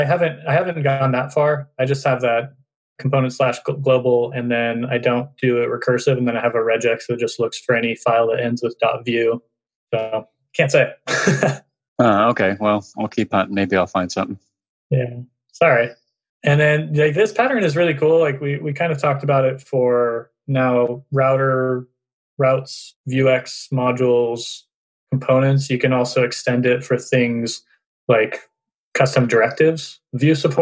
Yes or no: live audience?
no